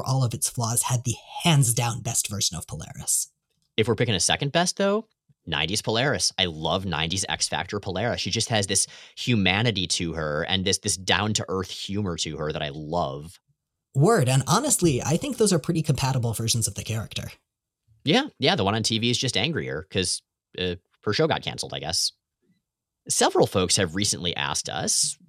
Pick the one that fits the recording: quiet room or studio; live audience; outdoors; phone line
quiet room or studio